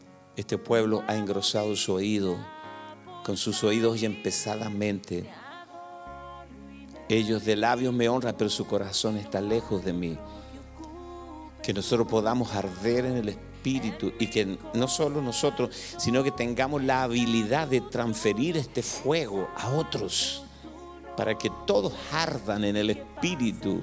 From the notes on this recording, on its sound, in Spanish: Grabado en vivo en iglesia Visión Mundial Para la Familia, Arlington, Texas, USA.